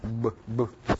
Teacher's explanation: Now it's a voiced bilabial stop.